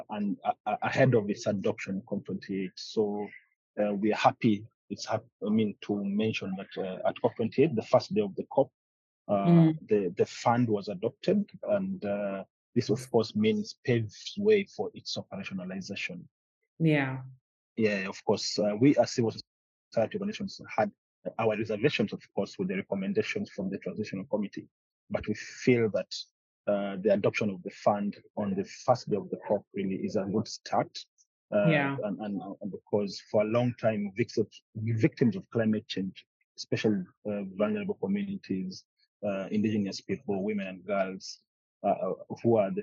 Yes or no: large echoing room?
no